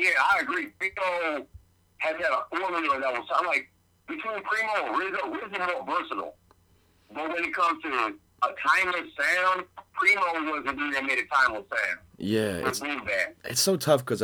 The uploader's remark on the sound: called in from Chicago